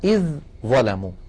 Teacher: الذال من طرف اللسان مع أطراف الثنايا العليا، إذ ظلموا، والظاء من المخرج نفسه والذال ساكنة، إذن التقى حرفان متجانسان والأول ساكن، فالعرب تدغم الحرف الأول في الثاني بمعنى تقلبه إلى جنس الثاني.